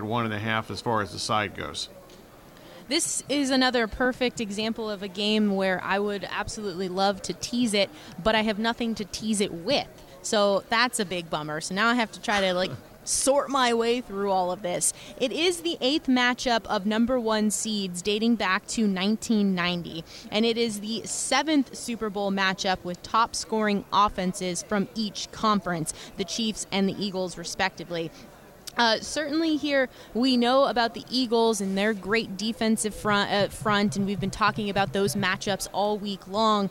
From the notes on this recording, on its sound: Extra Point live from Super Bowl Radio Row.